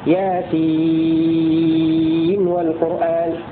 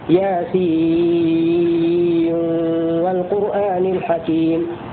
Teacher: يكون إدغام بغنة بمقدار حركتين · Shown in: second take